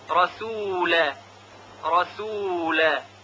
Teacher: و یا در این مثال رسول الله، لام رسول قبل از لام الله که تفخیم میشه قرار گرفته. باید دقت کرد که لام رسول کاملا ترقیق بشه